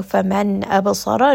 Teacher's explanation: This is going to be idhar. Noon sound is pronounced very clearly because the next letter is a letter of the throat, which is hamza.